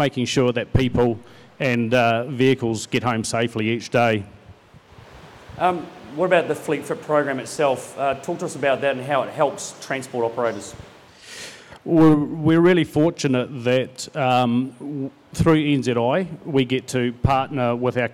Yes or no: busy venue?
yes